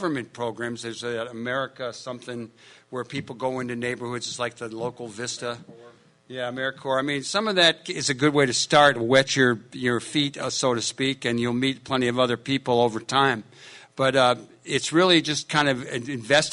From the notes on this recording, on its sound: This is the complete audio from the Rainbow Coalition panel held at the Augustana Teaching Museum of Art